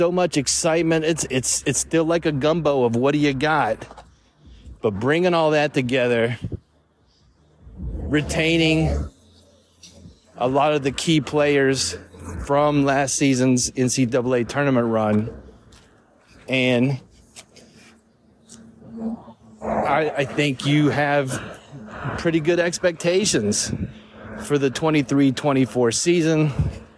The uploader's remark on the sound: I recorded this a few minutes after the news came out while walking the streets of Nitro, West Virginia.